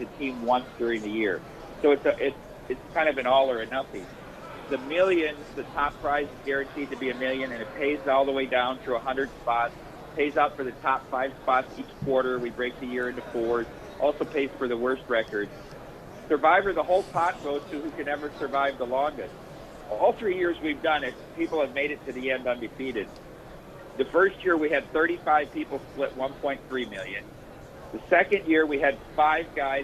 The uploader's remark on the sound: live from Super Bowl Radio Row